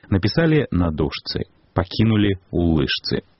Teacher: У сваіх публікацыях Александр Падлужны і яго наступнікі рэкамендавалі захоўваць гук «ш» у поўным стылі вымаўлення